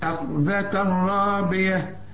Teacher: ما دام تلاقي تنوين في عموم القرآن بعد راء إدغام كامل بدون غنة